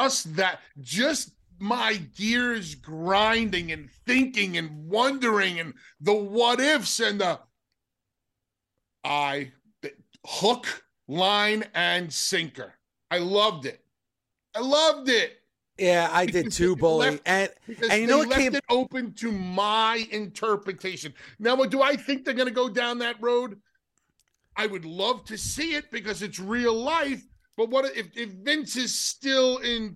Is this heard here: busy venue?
no